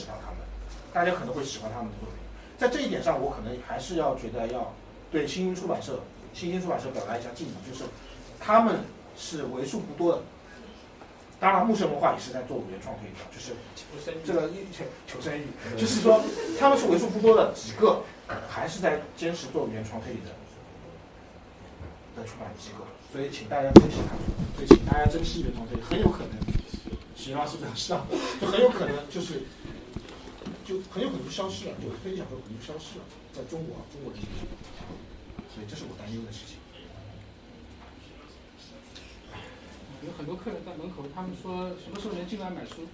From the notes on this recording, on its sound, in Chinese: 我在现场记录下了孤岛书店的最后一个夜晚。大家围坐在小小的空间里一起聊天。在结束之后，我也和读者、书店常客和合伙人进行了一些对谈。